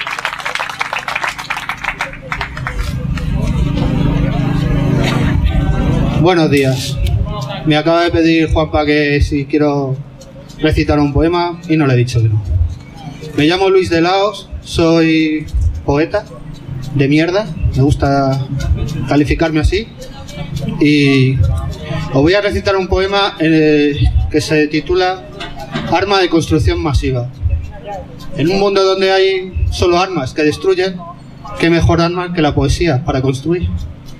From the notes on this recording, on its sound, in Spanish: VI Homenaje, en la Plaza de Santa Ana (Madrid). Audio: del vídeo.